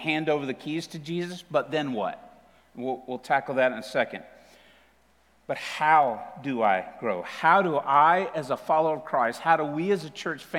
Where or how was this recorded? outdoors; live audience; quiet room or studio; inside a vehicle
live audience